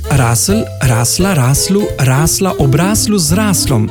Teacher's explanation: je E pred soglasnikom pravzaprav polglasnik, ki pri sklanjanju izgine.